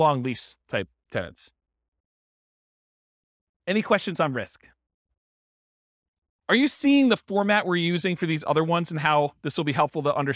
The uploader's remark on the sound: This was a live class recorded